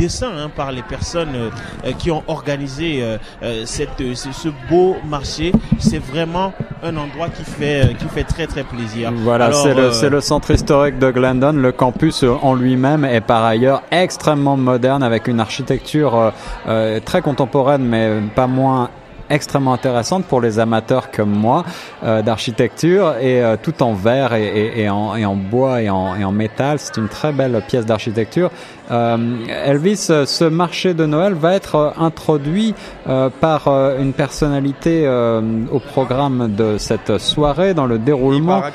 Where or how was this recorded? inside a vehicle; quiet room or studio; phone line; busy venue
busy venue